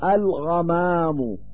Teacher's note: دخلت الألف واللام فصارت الغمام، فظهرت اللام مع الغين · Term: الإظهار القمري